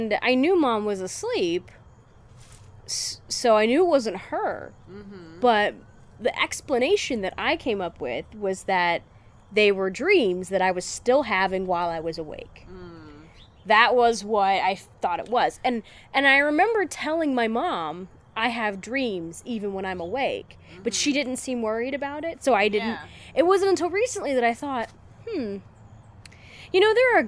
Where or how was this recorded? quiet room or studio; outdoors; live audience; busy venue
outdoors